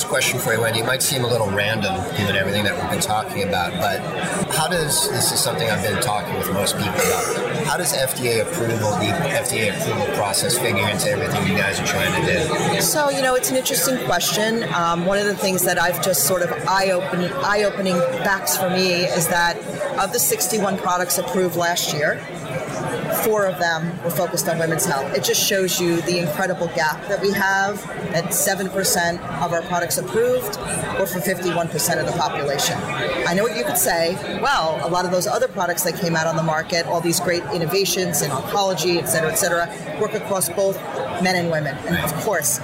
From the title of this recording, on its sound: Live at Pharma USA